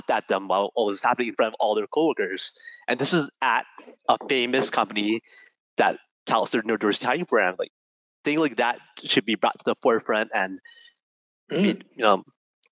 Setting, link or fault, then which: link, video call